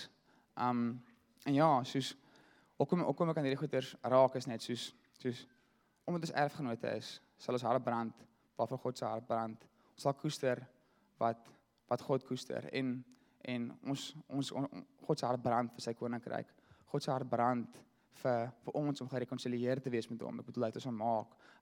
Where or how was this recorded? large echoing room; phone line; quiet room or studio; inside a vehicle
large echoing room